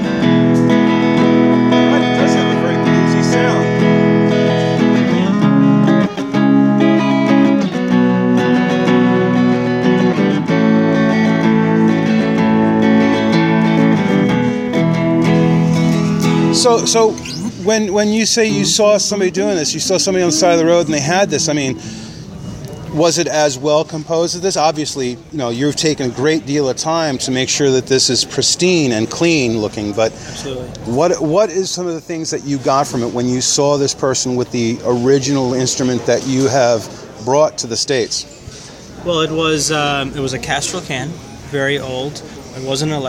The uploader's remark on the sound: Interview Live at NAMM 2014 at Anaheim Convention Center